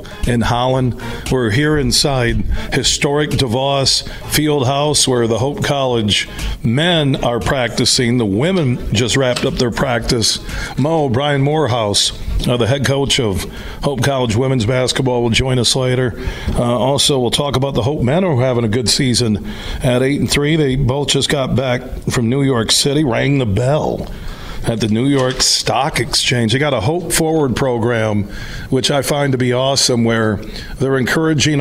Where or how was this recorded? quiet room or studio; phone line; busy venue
busy venue